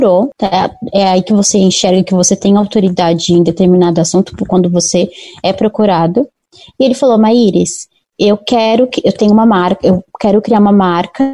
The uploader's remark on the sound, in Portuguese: Bateu um papo com a gente por meio do Zoom.